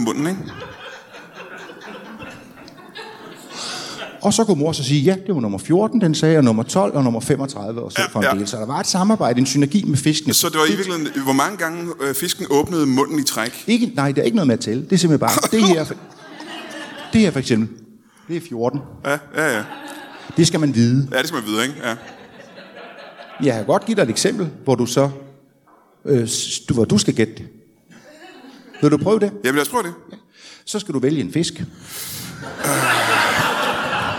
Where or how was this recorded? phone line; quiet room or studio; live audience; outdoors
live audience